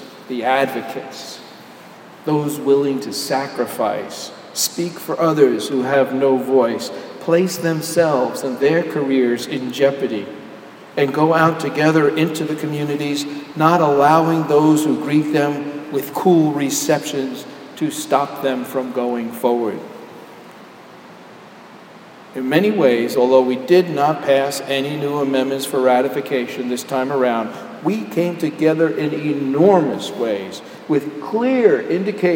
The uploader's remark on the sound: Homily delivered at Jan Hus Presbyterian Church and Neighborhood House on July 8, 2012.